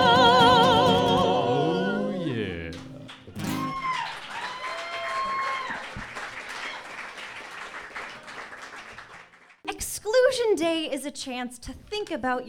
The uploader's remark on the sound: This musical episode was recorded live at iO Chicago with Improvised Star Trek.